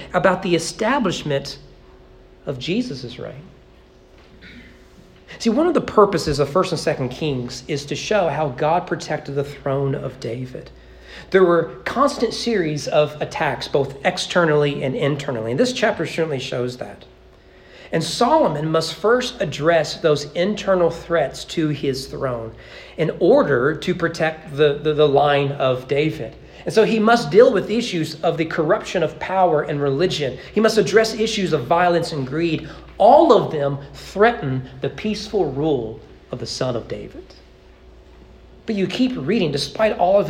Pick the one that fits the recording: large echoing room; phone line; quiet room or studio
large echoing room